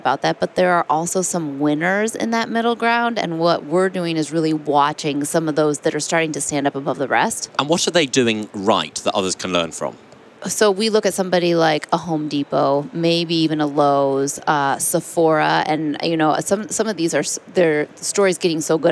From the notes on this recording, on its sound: In this special edition, recorded at NRF Big Show 2018